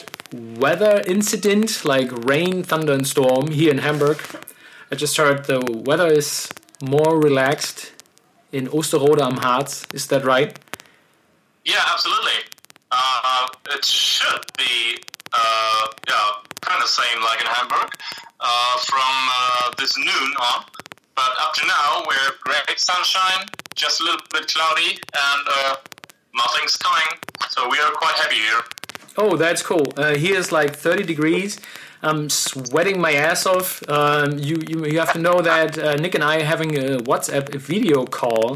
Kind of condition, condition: link, phone line